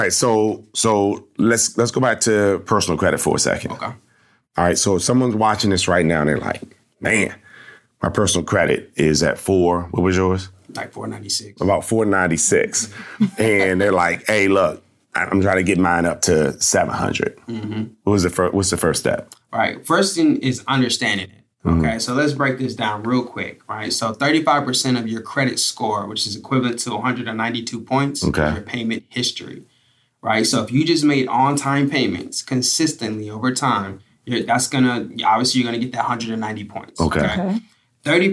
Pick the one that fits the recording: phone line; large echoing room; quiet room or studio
quiet room or studio